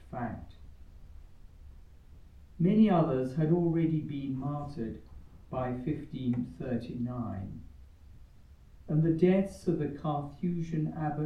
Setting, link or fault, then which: setting, live audience